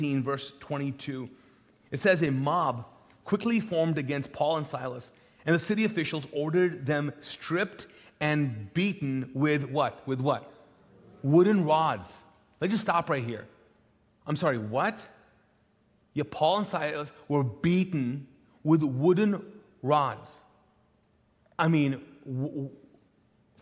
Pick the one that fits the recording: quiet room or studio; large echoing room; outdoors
large echoing room